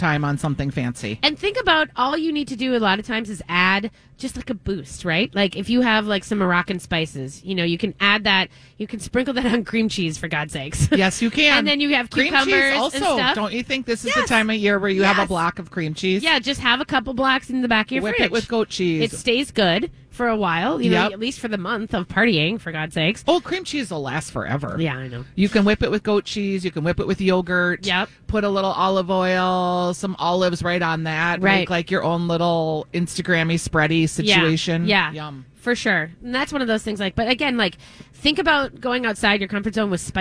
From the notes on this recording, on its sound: live at Surdyk's!